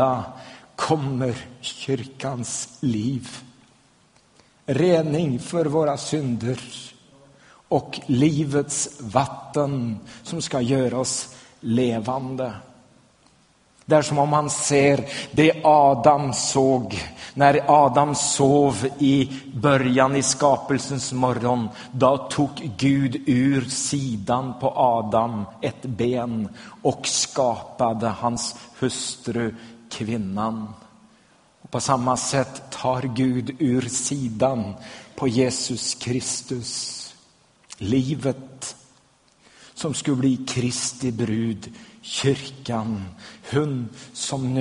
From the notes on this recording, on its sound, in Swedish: Inspelad i Smyrnakyrkan, Göteborg 2011-04-22.